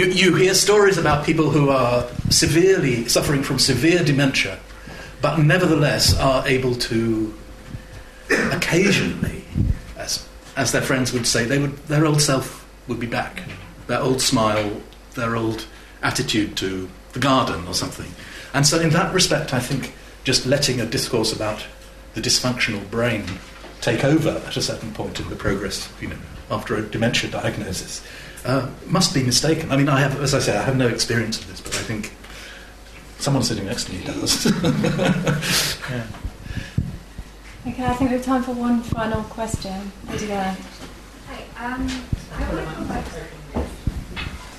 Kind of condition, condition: setting, live audience